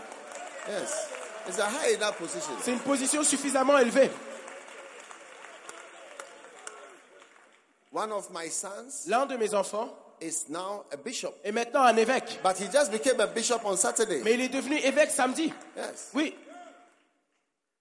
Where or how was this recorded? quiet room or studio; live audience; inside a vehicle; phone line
live audience